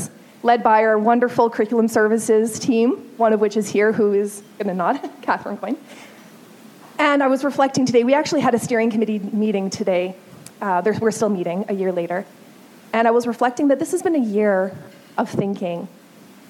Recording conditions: live audience